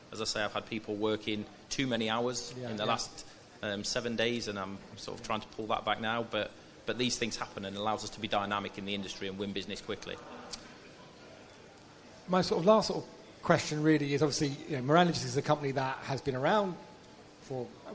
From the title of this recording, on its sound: Cold Chain Podcast Live!